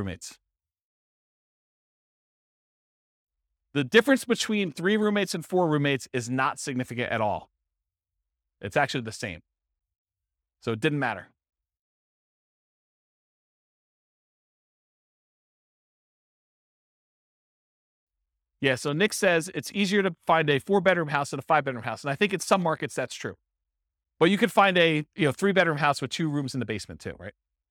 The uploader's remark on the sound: This was a live class recorded